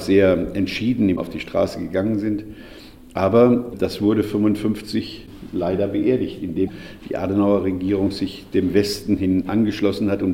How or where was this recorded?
live audience